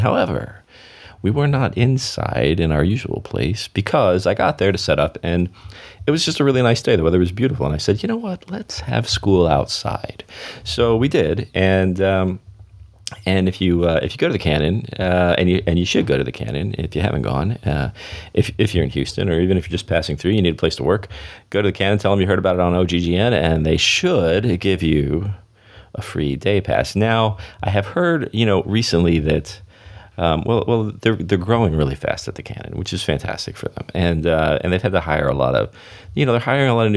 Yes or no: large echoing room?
no